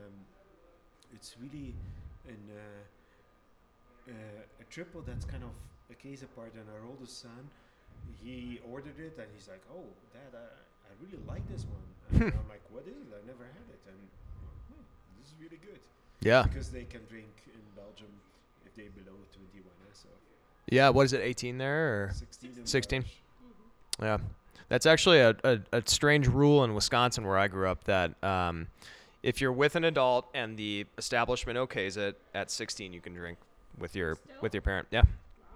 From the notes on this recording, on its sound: Join me for a beer beside the barrels. The audio is a touch squirrely on this one.